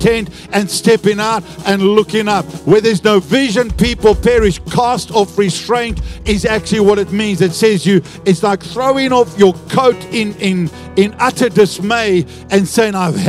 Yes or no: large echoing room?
yes